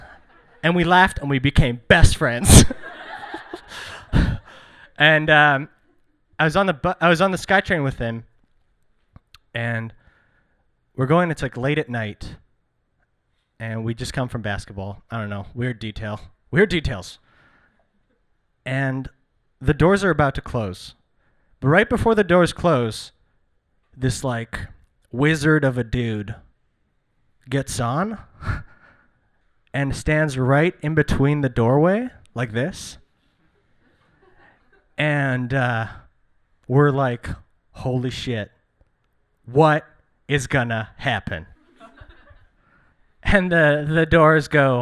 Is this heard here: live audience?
yes